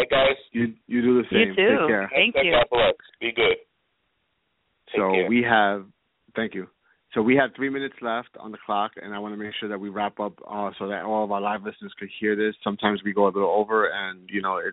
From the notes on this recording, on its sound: THIS WILL BE A LIVE CALL IN SHOW